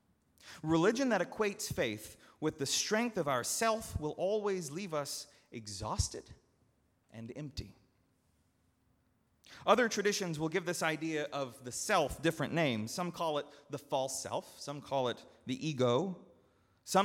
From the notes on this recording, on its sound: at Northminster Church on October 6, 2019.